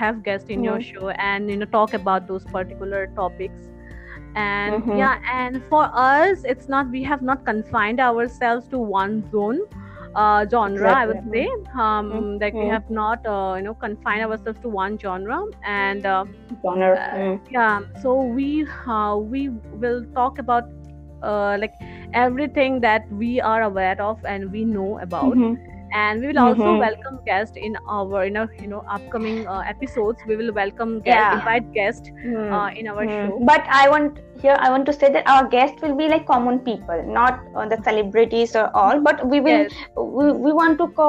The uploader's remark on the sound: Please forgive us for the glitches.